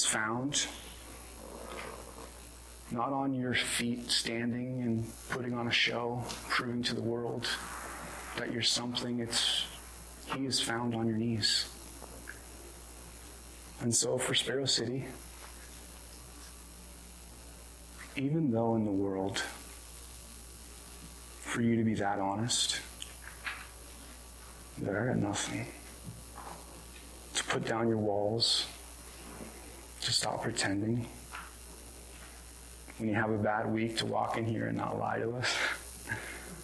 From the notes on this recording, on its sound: This was recorded on January 30, 2022 at Bethel church in Ridgefield, Wa.